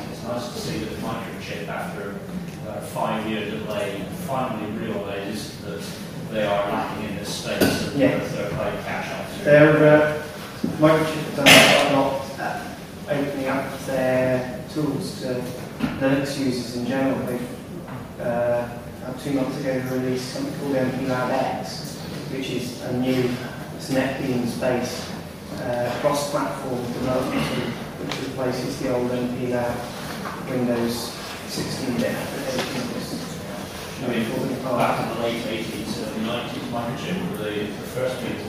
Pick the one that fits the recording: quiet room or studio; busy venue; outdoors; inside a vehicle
busy venue